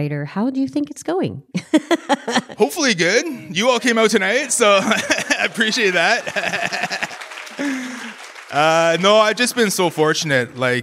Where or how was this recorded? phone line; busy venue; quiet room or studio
busy venue